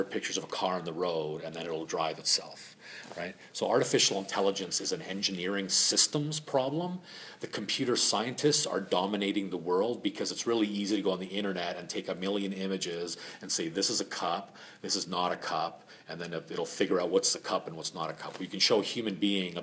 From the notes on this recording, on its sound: Recorded at LEx Toronto LC LExLunch on May 10, 2017.